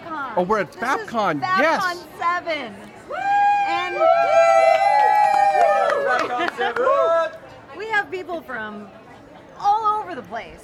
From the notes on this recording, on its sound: Live from Faffcon 7. From high atop a roof in a Tucson, Arizona resort! Recorded at the closing “Faffter party” at Faffcon 7, The VoiceOver Unconference.